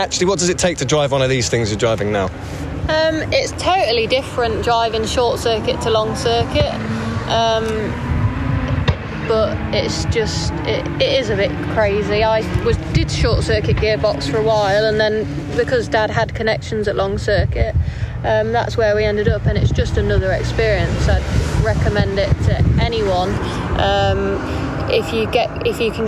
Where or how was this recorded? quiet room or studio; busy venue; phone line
busy venue